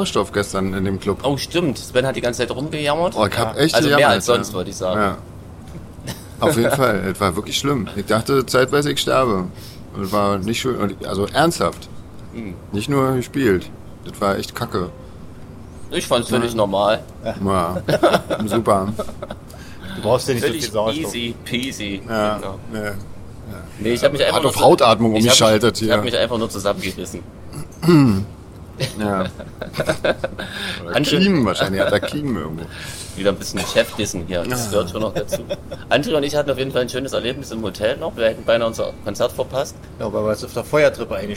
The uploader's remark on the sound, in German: UK Tour Special. Wir bitten, die teils schlechte Soundqualität zu entschuldigen. Da die oft sehr heftigen Hintergrundgeräusche weggefiltert werden mussten, klingen auch die Stimmen manchmal nicht so dolle.